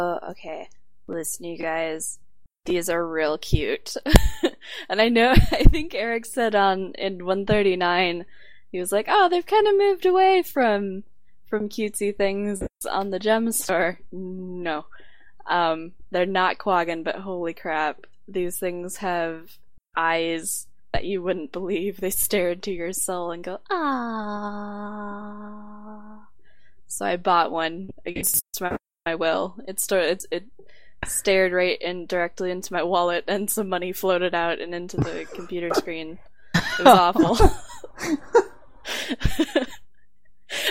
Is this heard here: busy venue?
no